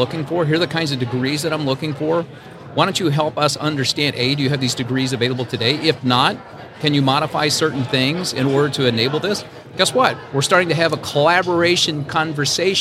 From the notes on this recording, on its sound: The interview was conducted during Day 3 of the Association of University Research Parks 2022 International Conference held in Toronto Sept 19 - 22.